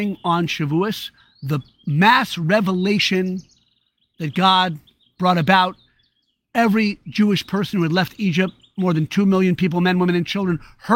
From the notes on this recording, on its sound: recorded live in the Great Outdoors